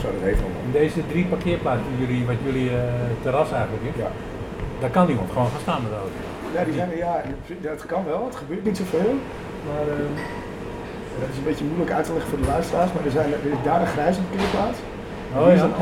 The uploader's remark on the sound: De geluidskwaliteit is niet wat t wezen moet: mijn amateurisme.